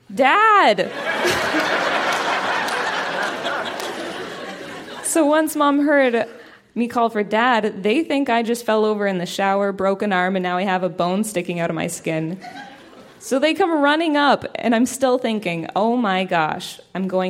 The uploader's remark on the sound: Recorded live at The Royal Cinema in Toronto.